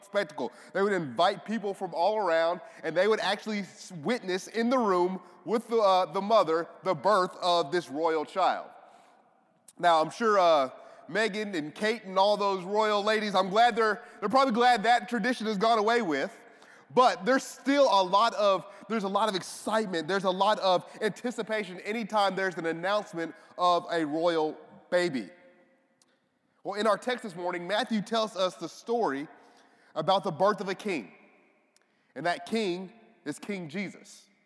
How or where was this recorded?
large echoing room